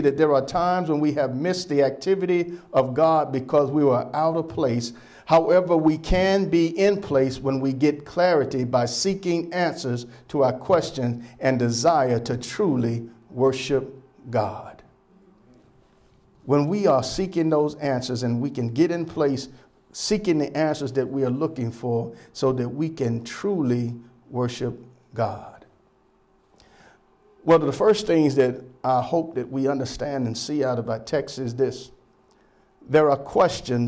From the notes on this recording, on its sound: Sermon preached from Wesley AME Zion Church.